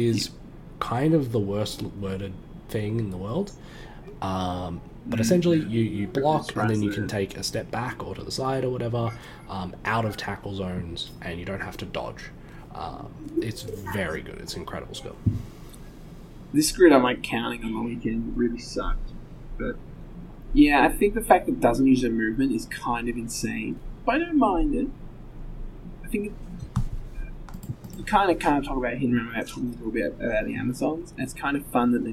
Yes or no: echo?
yes